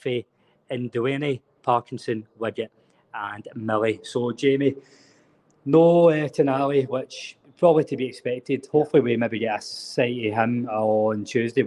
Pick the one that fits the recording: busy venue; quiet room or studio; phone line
busy venue